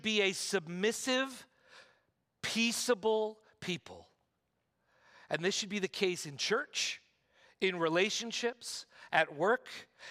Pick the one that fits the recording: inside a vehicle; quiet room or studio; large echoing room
large echoing room